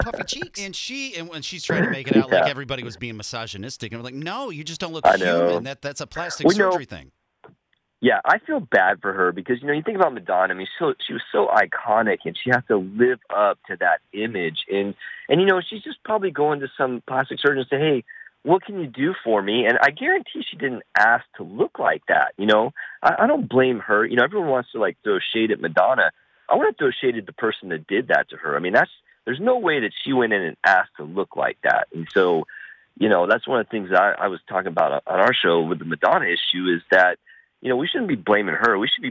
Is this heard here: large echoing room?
no